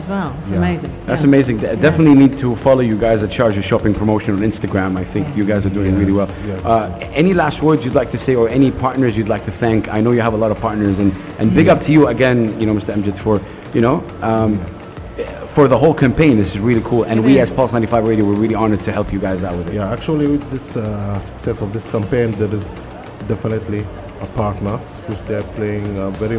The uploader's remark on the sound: Live from Zero 6 Mall.